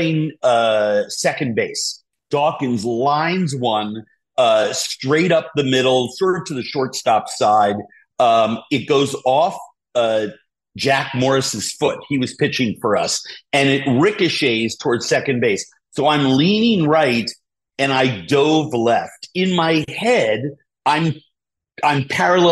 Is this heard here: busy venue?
no